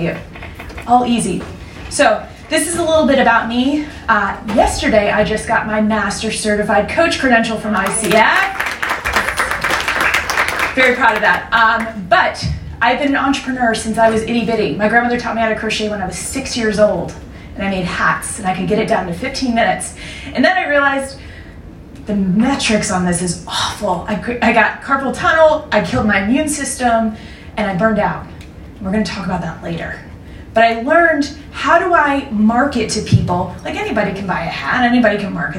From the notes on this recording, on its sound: From Dallas Startup Week's Women of Innovation. Speaks to a live audience.